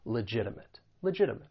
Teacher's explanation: And with the pronunciation of this word, that first T, because I am from the United States, I will pronounce it as a flap T, which is going to sound like a soft D.